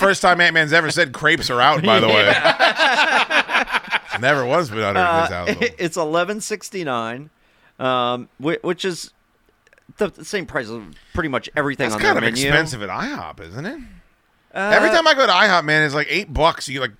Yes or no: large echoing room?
no